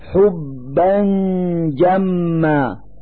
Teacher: نلفظ النون الساكنة التي هي فتحتان على الباء من كلمة حبا من مخرج الجيم من كلمة جما، فنقول حبا جما مع إظهار الغنة التي هي الدليل على وجود النون الساكنة.